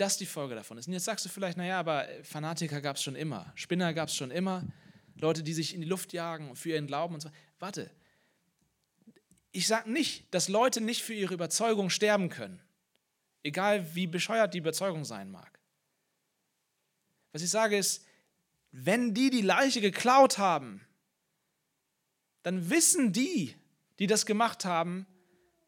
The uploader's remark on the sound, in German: Osterpredigt aus dem Leipzigprojekt